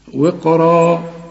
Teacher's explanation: والراء ما دام مفتوحة تبقى أعلى درجات التفخيم لأن بعدها ألف